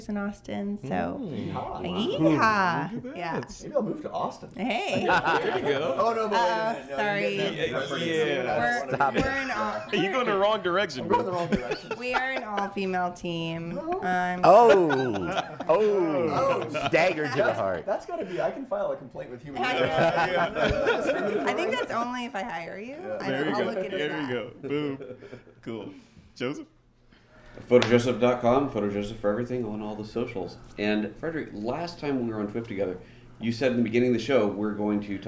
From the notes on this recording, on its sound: A WPPI 2016 Round Up. At the WPPI conference.